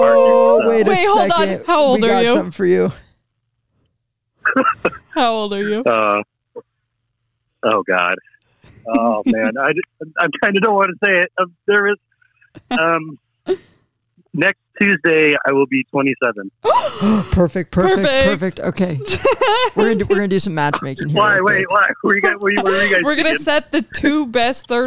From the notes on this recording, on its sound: Todays Episode featured our first ever call in guest